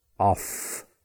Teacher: Stay on that F a little longer with off.